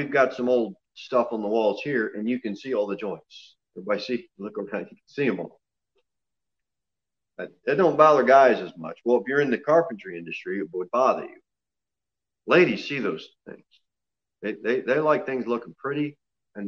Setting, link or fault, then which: setting, large echoing room